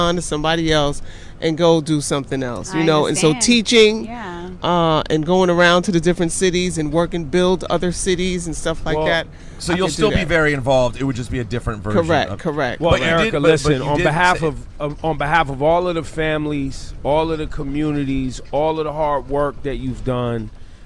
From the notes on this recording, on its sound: Live from the Peacemobile. Joins the program live from her Peace Mobile!